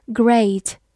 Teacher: E A 字母组合在这里发 A 这样一个双元音